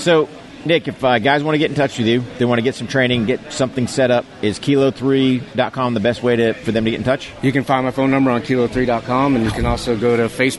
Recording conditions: busy venue